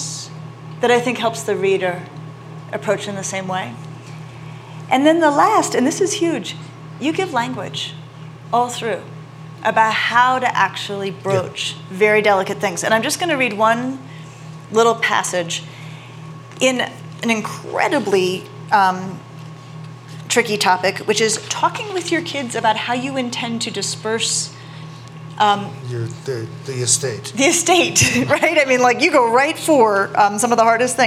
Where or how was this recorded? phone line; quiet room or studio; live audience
live audience